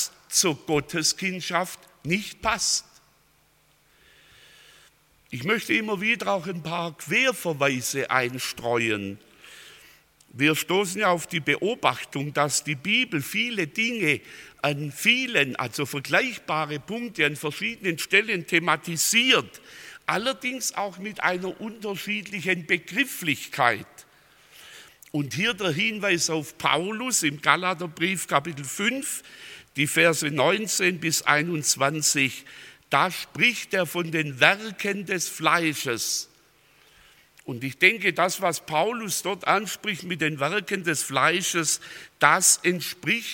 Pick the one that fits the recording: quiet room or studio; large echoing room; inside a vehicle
large echoing room